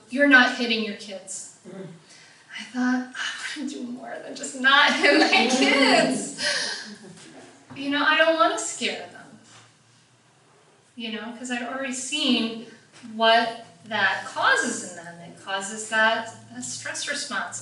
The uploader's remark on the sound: Taken from a live talk I did last October at the Mindful Mom Revolution event. Taken from a live talk I did last October at the Mindful Mom Revolution event.